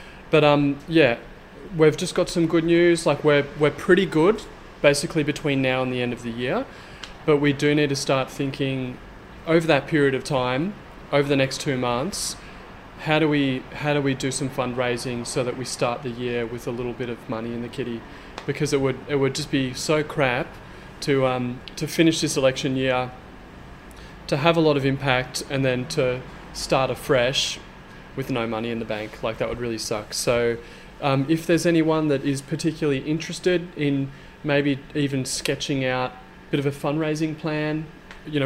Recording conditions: sounds in the background